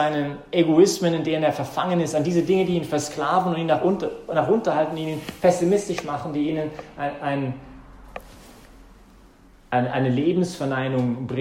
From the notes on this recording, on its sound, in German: Die Predigt fand während der BeFree Messe. Im Zentrum Johannes Paul II.